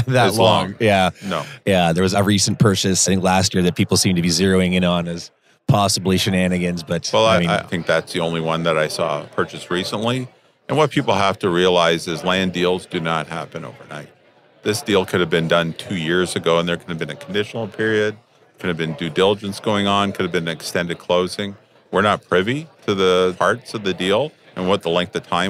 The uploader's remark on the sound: recorded at the Toronto Real Estate Forum